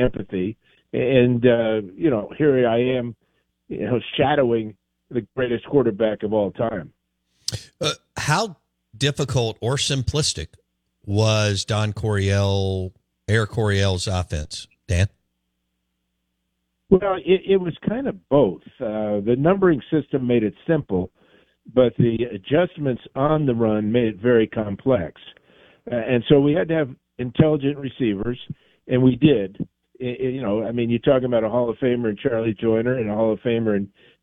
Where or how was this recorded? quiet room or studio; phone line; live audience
phone line